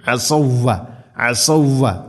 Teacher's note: അക്ഷരം സ്വരഭാരത്തിൽ ഉച്ചരിക്കണം عصوا അതുപോലെ സുക്കൂനുള്ള വാവിന് ശേഷം വ ഇദ്ഗാം ചെയ്യണം, ഒന്നാമത്തെ വാവിനെ അടുത്ത വാവിലേക്ക് ഇദ്ഗാം ചെയ്യണം, ഇദ്ഗാമു തമാസിലൈൻ അസൗവ അസൗവ ഇങ്ങനെയാണ് പറയുക. അസൗവ എന്നല്ല, അസൗ എന്ന്